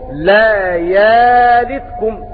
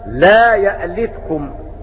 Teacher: بإبدال الهمزة ألف لفتح ما قبلها · Shown in: first take